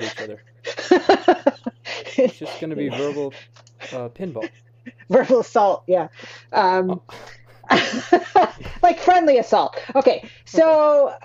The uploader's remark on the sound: Please bear with me and my friend as we figure out all this podcasting stuff from the grass roots, (Mic levels, clinking ice cubes, how to string together an episode).